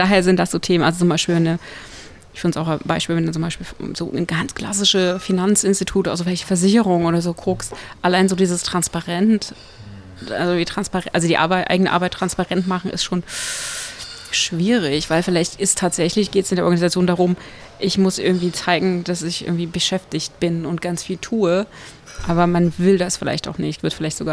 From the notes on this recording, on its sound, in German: auf der Agile-Lean International Conference 2019 in Frankfurt